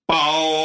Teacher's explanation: Bao, because its first tone means bag.